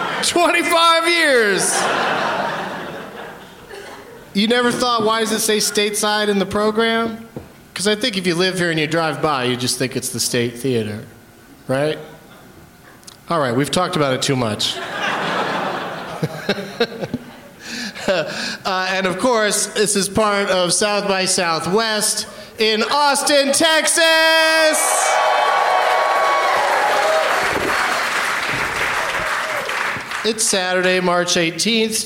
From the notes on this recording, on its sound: Live from the Stateside Theatre in Austin as part of SXSW